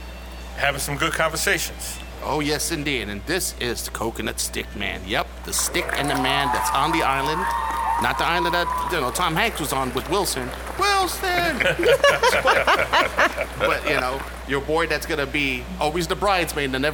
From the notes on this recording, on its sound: I decided to record this podcast at one of my favorite cigar lounges, Cigar Sessions in Middletown DE